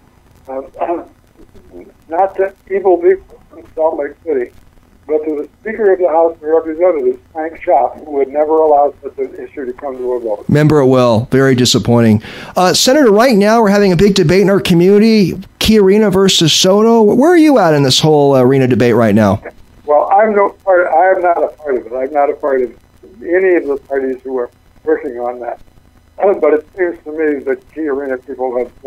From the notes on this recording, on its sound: calls